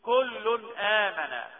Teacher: ده احنا لازم نظهر التنوين لأنه بعد الهمزة · Term: إظهار